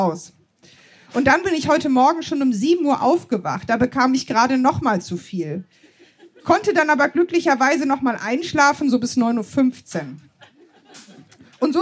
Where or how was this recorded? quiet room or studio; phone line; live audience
live audience